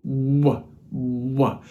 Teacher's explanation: the W sound at the beginning of the word Y is actually just a held-in U, W, W. So that W opens into an I sound, leaving us with U, A, E, Y, Y.